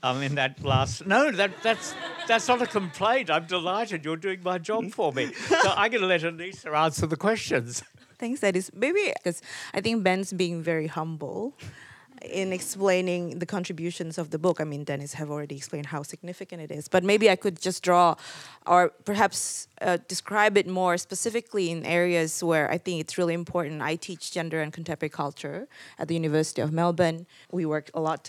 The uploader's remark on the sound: a recording taken from an event at Readings Carlton